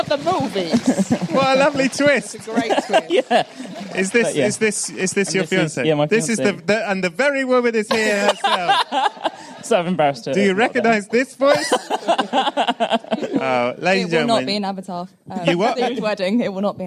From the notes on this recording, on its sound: This one was recorded LIVE on location at the BFI, at the Southbank in London - were you there?